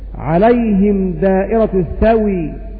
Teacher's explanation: فننقل حركة الهمز إلى الساكن قبلها وهي الواو فيصير النطق عليهم دائرة السوء، فنقف بالسكون عليهم دائرة السوء.